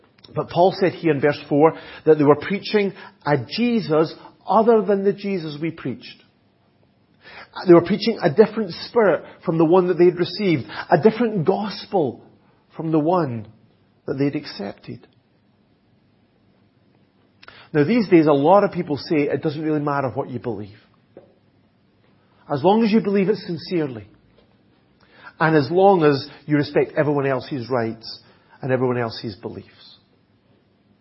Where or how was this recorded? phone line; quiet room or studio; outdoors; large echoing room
large echoing room